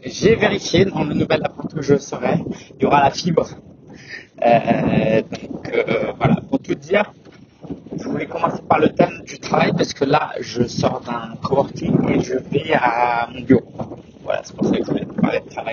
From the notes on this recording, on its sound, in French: Excuse-moi pour la qualité du son, j’ai enregistré cet épisode en extérieur avec du vent